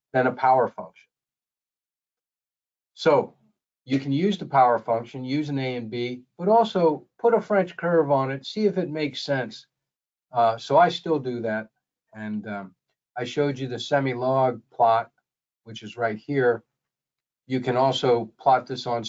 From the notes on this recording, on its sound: This is an audio version of the webinar.